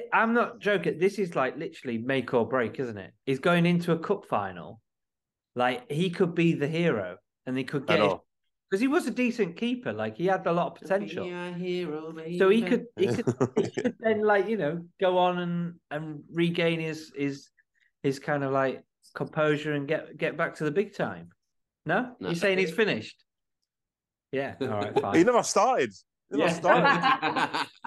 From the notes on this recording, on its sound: for a quick zoom this week